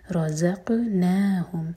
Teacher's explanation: زا لائٹ اور زا بزنگ ساؤنڈ کے ساتھ قاف پر قلقلہ